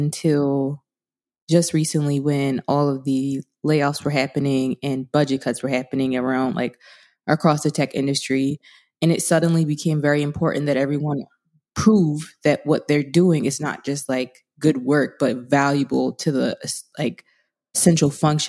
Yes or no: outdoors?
no